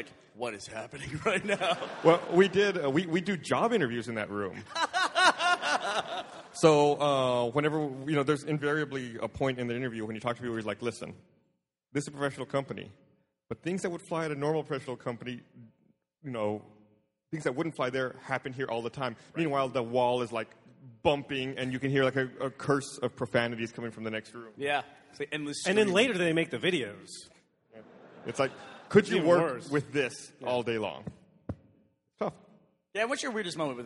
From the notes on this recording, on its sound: RT does it live from RTX 2013!